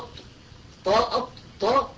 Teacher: كذلك أط حرف مهموس مع أن المنصوص عليه أنه مجهور